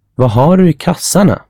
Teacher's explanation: But in normal speech it becomes Har. Did you notice that you didn't hear the D, instead you hear the R from har? · Term: reduction